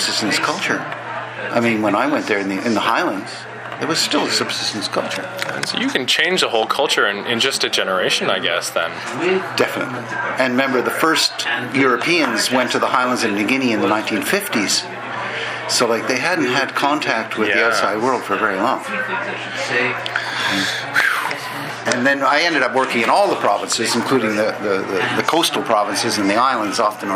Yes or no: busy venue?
yes